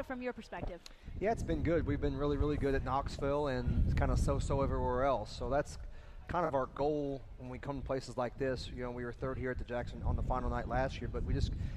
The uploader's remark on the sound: LIVE at the AGCO Jackson Nationals on Thursday Night, June 27, 2019